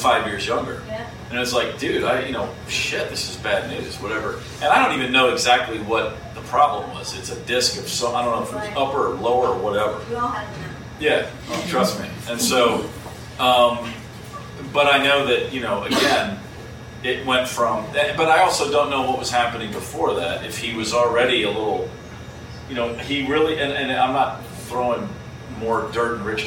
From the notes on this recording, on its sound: Book Talk Live from San Francisco. Recorded with a live audience in the SF Ferry Building Book Passage.